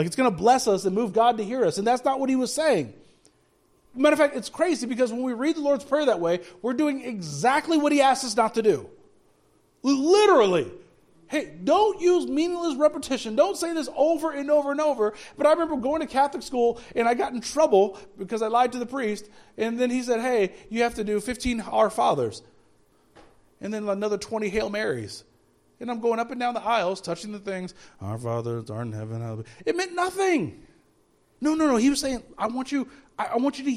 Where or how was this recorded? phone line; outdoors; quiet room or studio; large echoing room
large echoing room